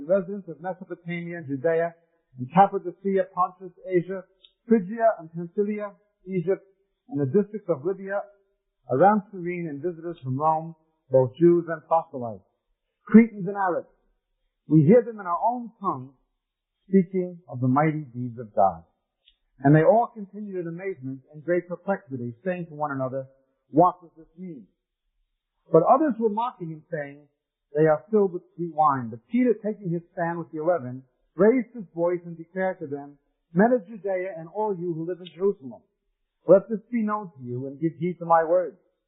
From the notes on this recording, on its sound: We apologize for the quality of this recording. It was from the 1990's to 2000's when audio recording was not as good as it is today.